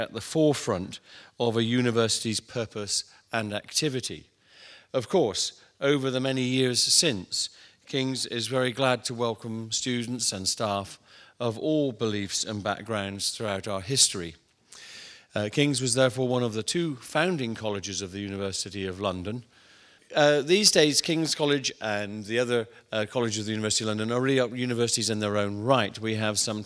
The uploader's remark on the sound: In this public lecture